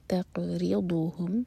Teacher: داد زبان کی سائڈ سے پڑھا جاتا ہے